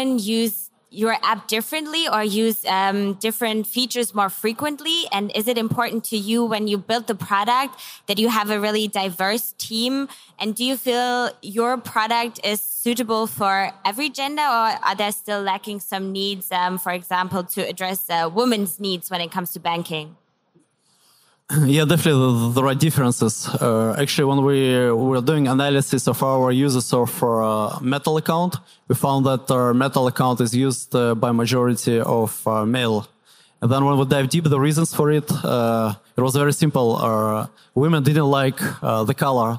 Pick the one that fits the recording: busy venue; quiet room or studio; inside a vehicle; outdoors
busy venue